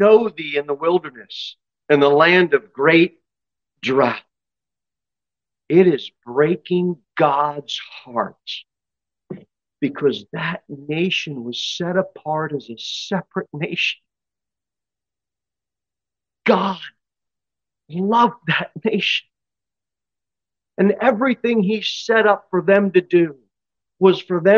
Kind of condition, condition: setting, large echoing room